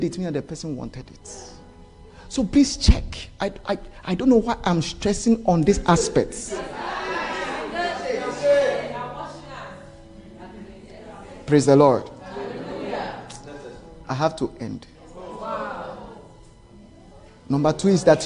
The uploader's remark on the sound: This message was preached at our 2022 More of God camp.